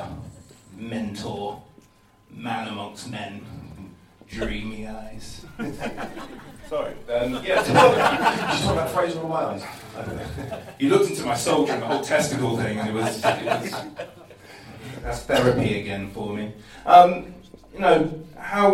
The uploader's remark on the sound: Here's a taste from the *first ever* Loathed Strangers Live event organised by the STFC Official Supporters Club!